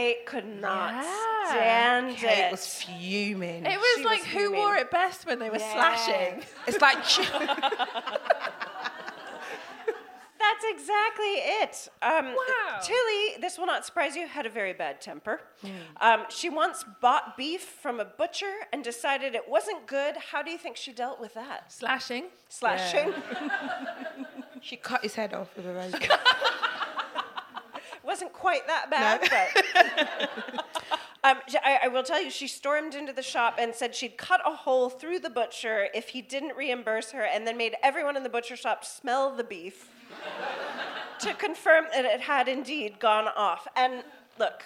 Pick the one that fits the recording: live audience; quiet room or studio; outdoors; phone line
live audience